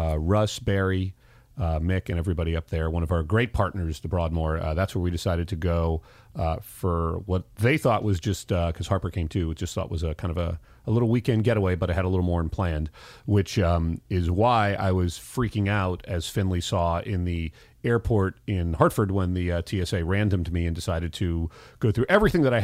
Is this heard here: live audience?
no